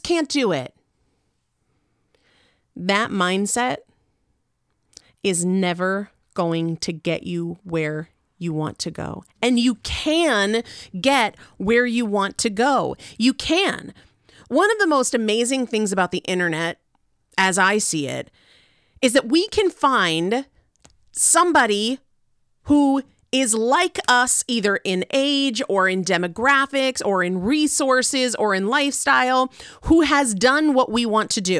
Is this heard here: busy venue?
no